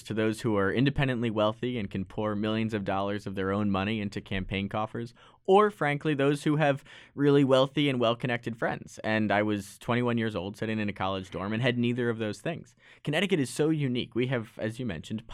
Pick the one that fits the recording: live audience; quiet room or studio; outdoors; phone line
quiet room or studio